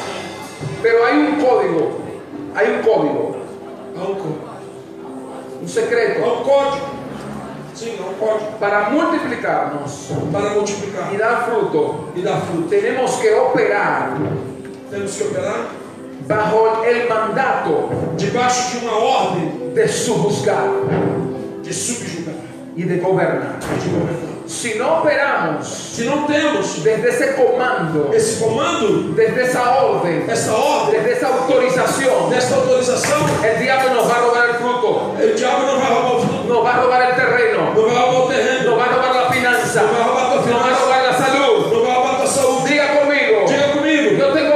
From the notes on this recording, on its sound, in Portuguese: I Congresso Profético Internacional (4º dia). Ao Vivo na Casa de Louvor.